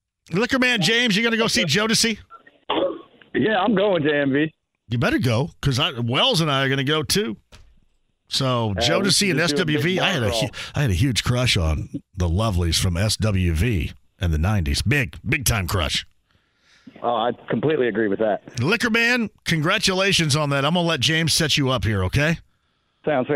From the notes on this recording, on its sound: He then turns to the phone lines and takes a call! He then opens the phone lines back up!